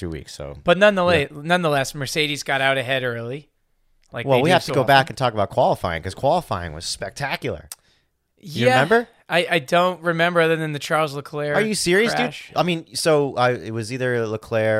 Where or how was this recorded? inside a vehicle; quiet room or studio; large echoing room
quiet room or studio